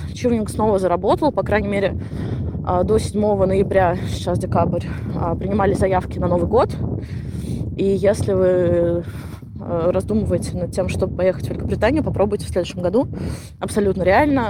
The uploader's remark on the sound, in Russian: плохой звук, потому что я хожу по Гайд-парку.